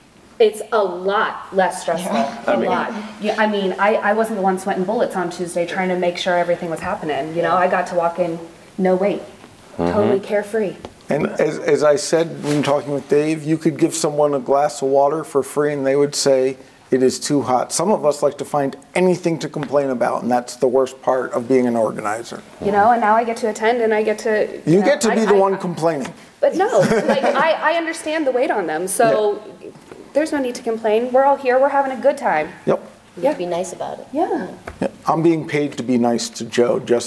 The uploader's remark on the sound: Live From InfoComm 2022.